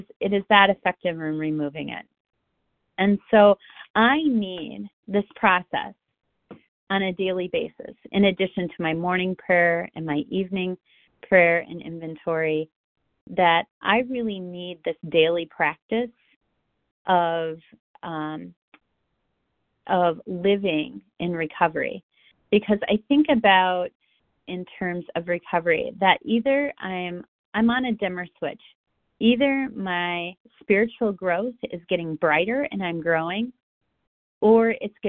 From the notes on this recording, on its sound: from the 100 Pounders Phone Meeting, 6/27/23.